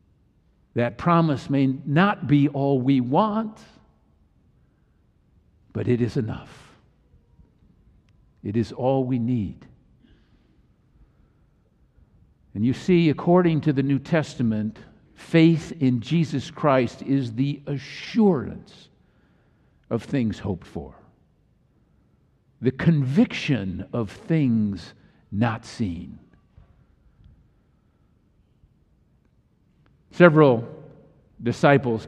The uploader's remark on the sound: Easter message delivered during the Tradtional Worship service.